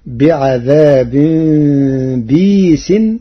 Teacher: قرأ ورش كلمة بئيس بكسر الباء بعدها ياء ساكنة مدية بغير همز